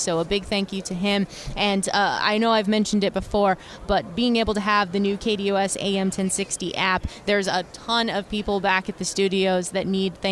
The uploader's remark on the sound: Extra Point live from Super Bowl Radio Row.